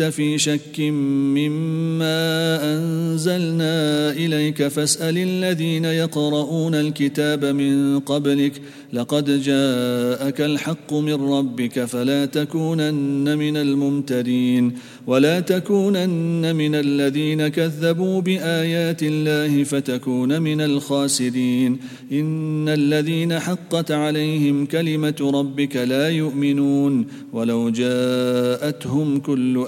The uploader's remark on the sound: at the Houghton Masjid (West Street)